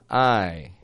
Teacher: That's why we call it a y glide, ye. Now when that y glide comes right after a pure vowel, we get the sound I, I. Real slow motion, it's like I, but quickly, I, I.